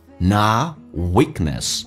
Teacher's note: not 的 T 去掉，这叫略音，后面是以辅音开头，前面的辅音不发音